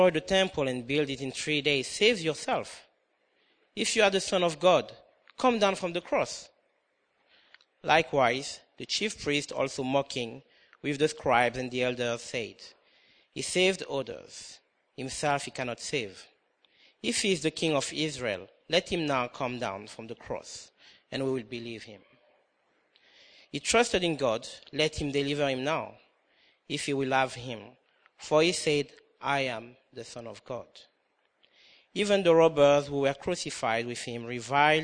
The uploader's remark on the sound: comes from King's Church Good Friday Communion Service 2013